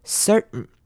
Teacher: 会把 tain 用 n 这一个声音带过就好了。那也同样的，不可以直接念 certain，不可以把 sir 跟 n 这两个字连在一起念，而是要稍微中间留一点空格